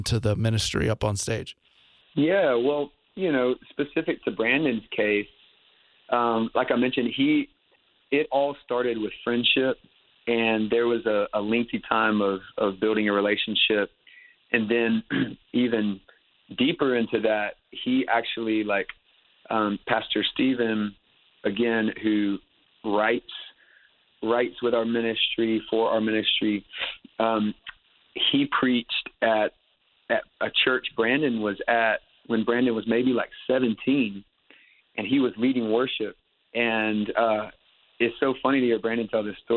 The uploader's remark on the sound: On his Batphone!